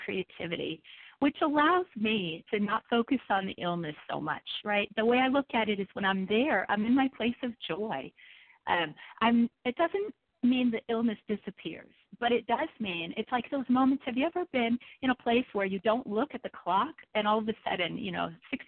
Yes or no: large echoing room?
no